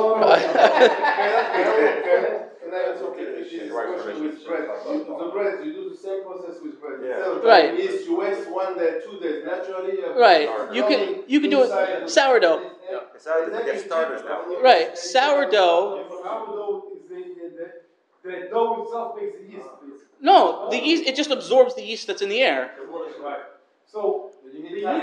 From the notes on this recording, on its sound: This shiur was delivered to the Sephardic Torah Center of the Main Line in Lower Merion, PA